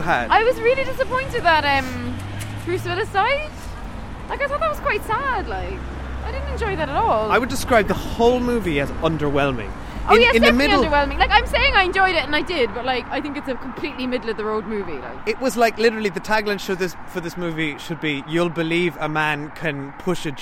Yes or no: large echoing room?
no